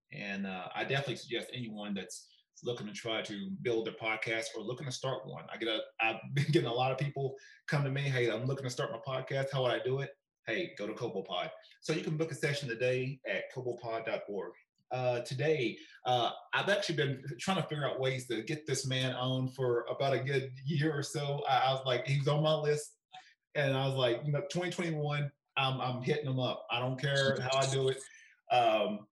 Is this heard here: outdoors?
no